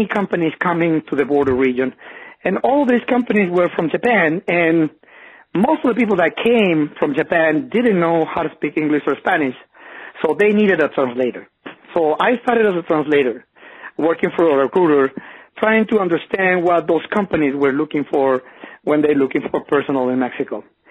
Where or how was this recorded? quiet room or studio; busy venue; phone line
phone line